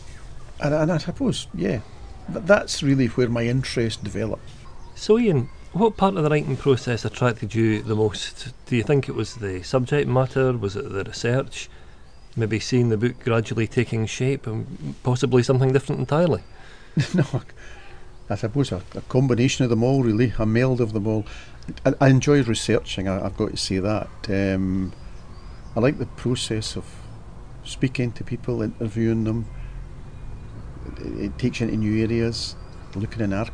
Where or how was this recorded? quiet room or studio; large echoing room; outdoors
outdoors